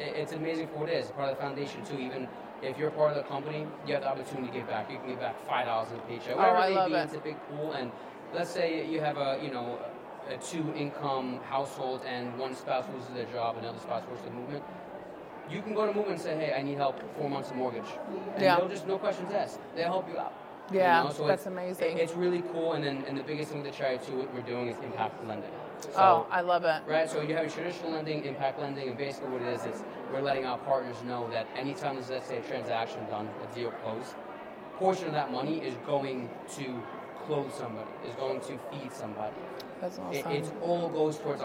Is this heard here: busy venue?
yes